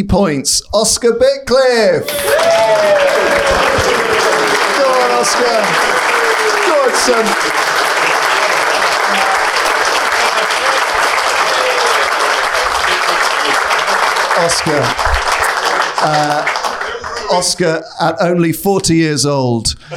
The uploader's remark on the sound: The crowd is gathered, mostly supporting Team Wedge. We head to the Champions BBQ prize giving ceremony, where the various winners are announced.